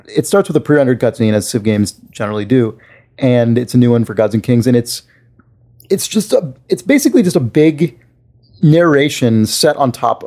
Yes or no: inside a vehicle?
no